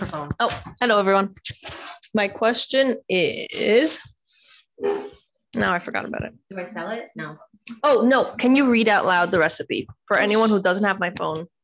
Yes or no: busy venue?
no